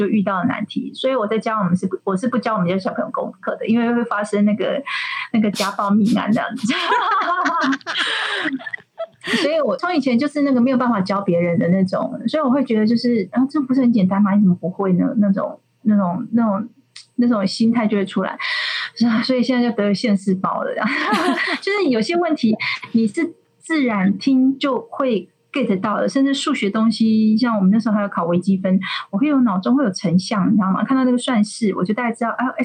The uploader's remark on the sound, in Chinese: 遠距錄音的關係音質有些影響